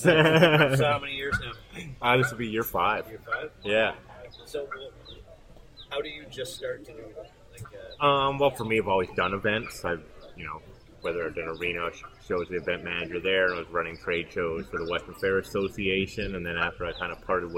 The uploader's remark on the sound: The interviews we conducted during Star Wars Day at Storybook Gardens, and our first live episode! It was so much fun to hang out and turn a small corner of London into the galaxy far, far away for just one day. (The audio may be a little rough at points - bear with us as we work out the kinks of recording live!).